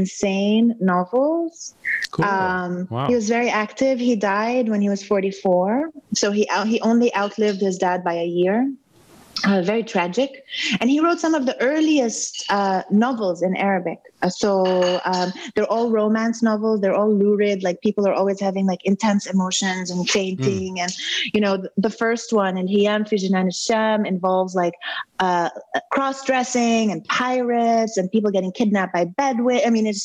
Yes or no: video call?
yes